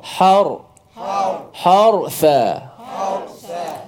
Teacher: Kalau kat sini, harsa. Ra mati sebelum dia berbaris di atas, maka hukumnya tebal. Tafkhim dibaca dengan tebal ra itu.